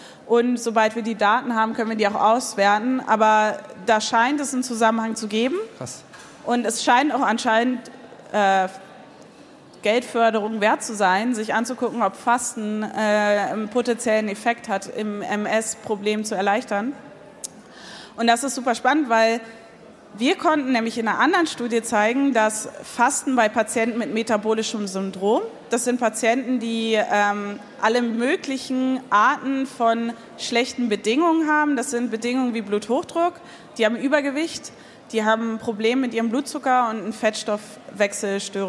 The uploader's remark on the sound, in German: Im Live-Podcast. Oktober 2023 auf dem Silbersalz Festival in Halle (Saale) vor Publikum aufgezeichnet.